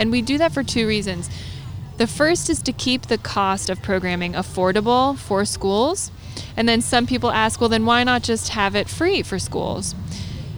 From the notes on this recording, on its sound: This episode was recorded at Oskar Blues Brewery in Brevard, North Carolina.